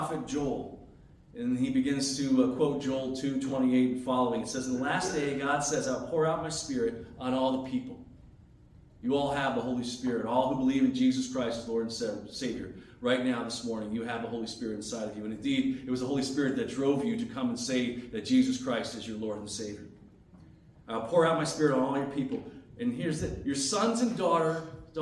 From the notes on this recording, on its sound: As delivered on Sunday, January 14, 2023 at North Branch Reformed Church.